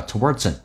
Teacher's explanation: Towards 跟 an 有一个连音叫 Towardsan